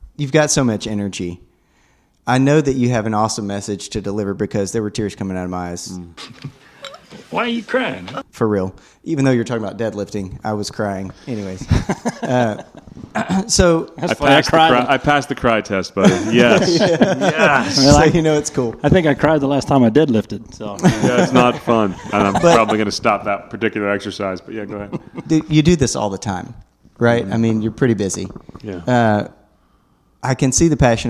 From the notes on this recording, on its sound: at the Men's conference in Austin, Tx.